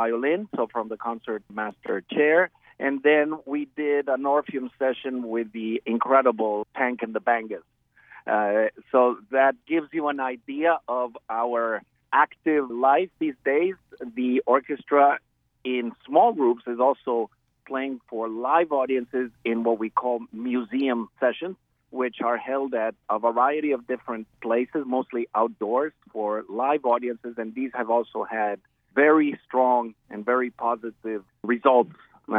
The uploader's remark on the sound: Joins us by phone.